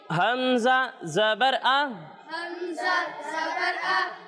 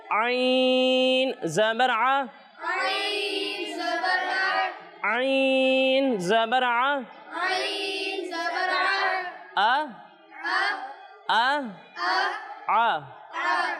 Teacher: ہم عین کی ادائیگی کریں گے تو اسے حلق کے درمیانے حصے سے پڑھنا ہے · Shown in: second take